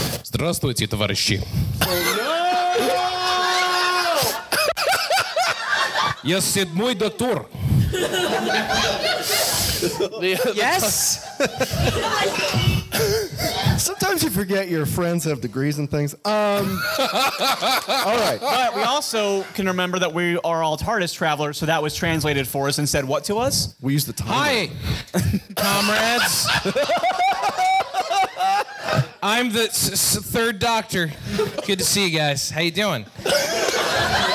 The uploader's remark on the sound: Recorded at The 31 Flavours of Gallifrey One in February 2020